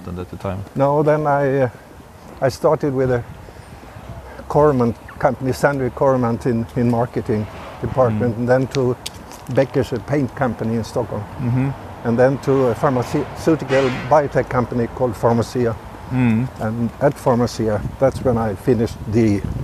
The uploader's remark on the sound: In this episode, I go walking and talking.